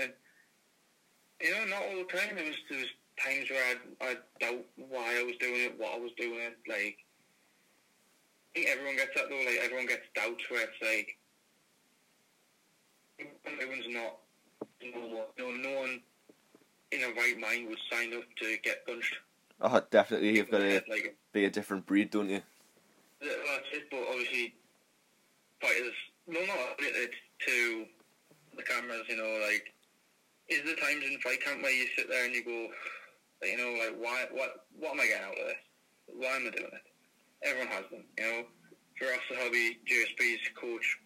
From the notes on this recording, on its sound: via a phoned in interview